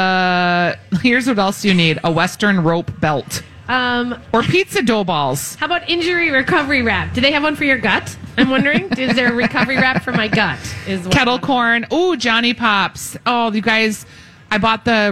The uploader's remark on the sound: Live From The Minnesota State Fair.